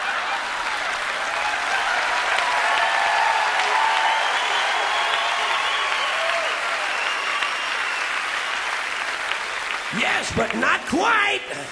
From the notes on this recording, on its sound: taped on April 24 and 25, 1992, at the Paramount Theater, on the grounds of Madison Square Garden in New York City